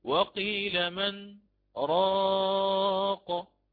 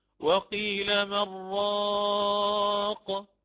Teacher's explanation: عندي نون ساكنة وبعدها حرف الراء، فآتي بحكم فيها وهو الإدغام بغير غنة · Shown in: second take